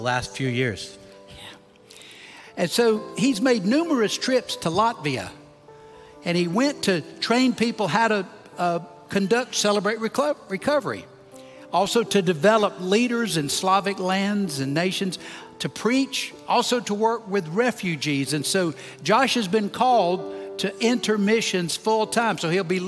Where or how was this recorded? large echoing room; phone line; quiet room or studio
large echoing room